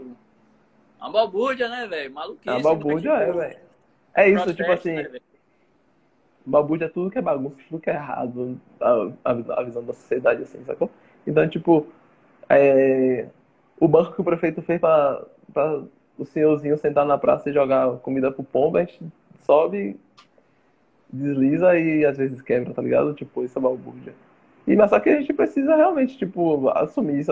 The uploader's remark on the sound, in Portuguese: Live realizada via instagram